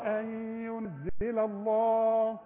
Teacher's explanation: اللام الاولى مرققة، اللام الثانية مفخمة